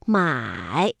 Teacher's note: 三声我们在读音的时候呢，是先降下来，然后再扬上去。买，它是一个 V 字形的读音。那么现在呀，我们这 V 字不能完全降下去了，而是